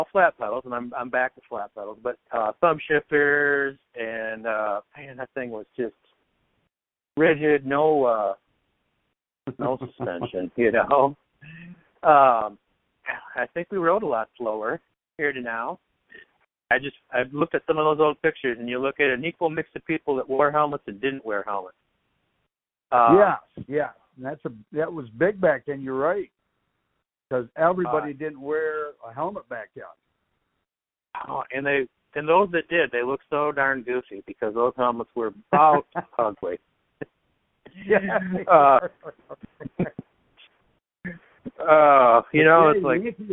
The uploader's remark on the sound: a phone conversation